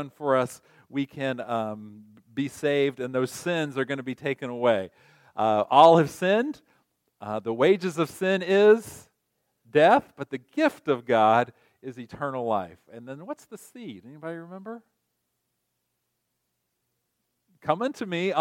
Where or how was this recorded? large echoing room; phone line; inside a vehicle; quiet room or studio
large echoing room